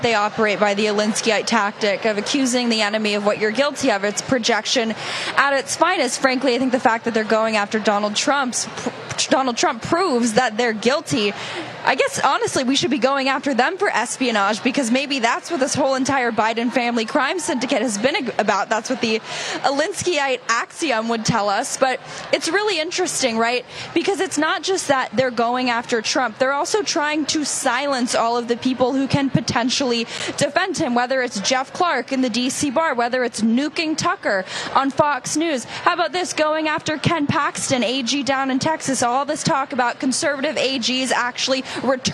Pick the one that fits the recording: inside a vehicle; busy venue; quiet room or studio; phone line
busy venue